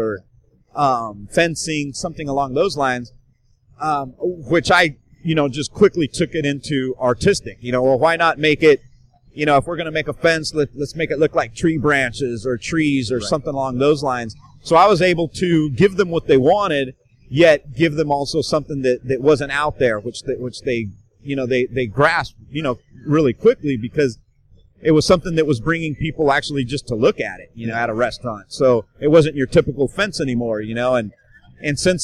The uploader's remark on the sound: joins me from Musink Tattoo festival